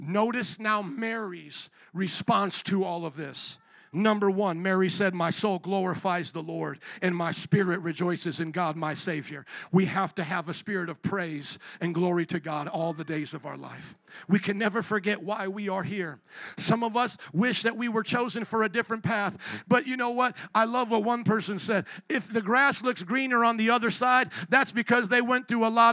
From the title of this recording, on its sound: 2023 Christmas Eve Service